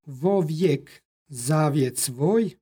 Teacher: između predloga i imenice dodaje se izgovorno o